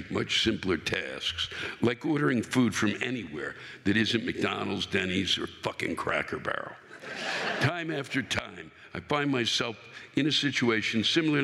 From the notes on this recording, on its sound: Apologies to the fans in Tucson, Arizona for the iPad not having enough juice to read all the rants that you submitted live and in person. The live rants come from this past weekend’s shows at the National Hispanic Cultural Center in Albuquerque, NM and the Fox Theater in Tucson, AZ.